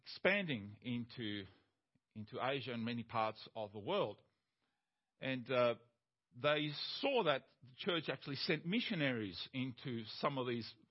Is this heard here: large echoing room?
yes